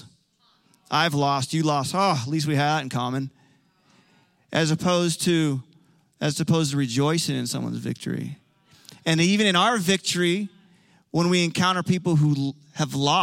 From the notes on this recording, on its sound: Recorded live on 11/14/21.